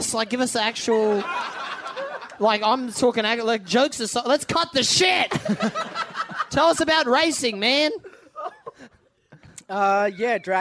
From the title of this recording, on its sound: LIVE from the Factory Theatre Sydney